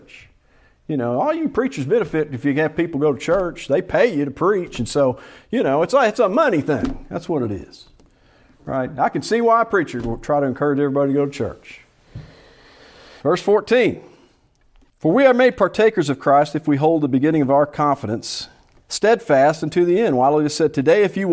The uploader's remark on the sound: Preached at Salem PBC in Gravesville, AR.